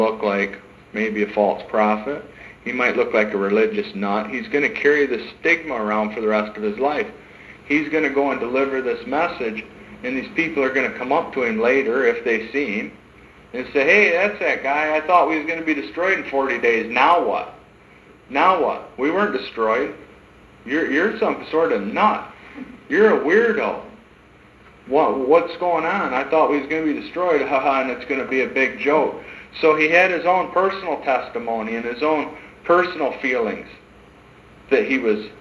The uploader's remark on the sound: sermons preached in 2012 at Hope in Christ church